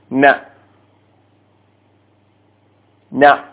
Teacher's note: മുകളിലുള്ള പുള്ളി മസല അല്ലമ അസബ പറഞ്ഞു നോക്കുക അടുത്തത് നൂനാണ് നൂനും ഇതേപോലെ നാവിന്റെ അറ്റം മേലെ മുൻപല്ലിന്റെ മോണയും ചേർത്തിട്ടാണ് വെച്ചത്